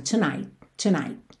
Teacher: O T de tonight, o T final de tonight, você já não ouve, lembrando que essas consoantes oclusivas podem aparecer mais, menos ou nada, então aqui não aparece nada, tonight tonight.